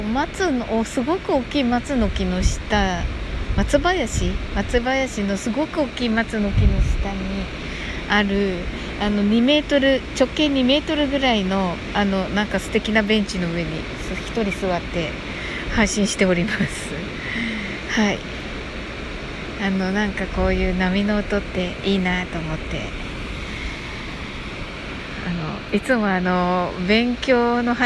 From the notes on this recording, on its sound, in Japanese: 波の音と呟き。ライブ前の収録(波の音入り)。こちらには波の音が入っております。